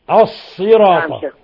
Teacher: فخم الصاد وأخلص الكسر